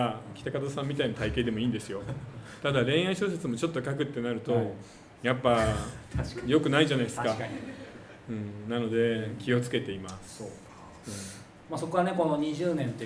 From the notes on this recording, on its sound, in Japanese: 10月公開収録。10月5日横浜で開催された公開収録。